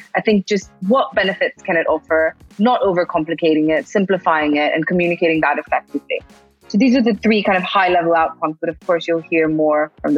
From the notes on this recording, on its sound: Encrypted is excited to partner up with the Future Blockchain Summit who have recently held their first ever Digital Keynote! Digital Keynote, a live webinar series.